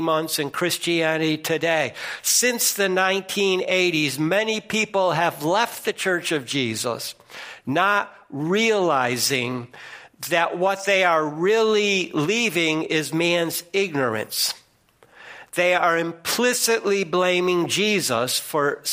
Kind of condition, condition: setting, large echoing room